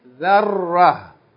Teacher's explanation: So if you stop, you pronounce it like ha, and you don't pronounce any vowels with it. · Term: tarmabuta